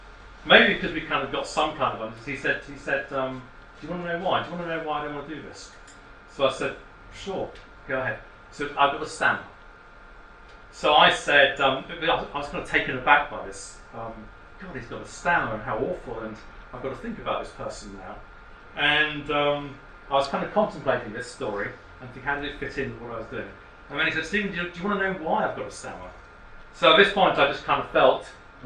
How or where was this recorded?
large echoing room